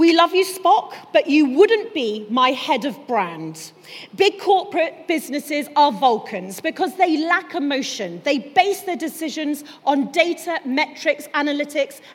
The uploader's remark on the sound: This week’s episode is a LIVE special podcast from The Congregation of Inspiration 2019. The 12 hour day condensed into one podcast.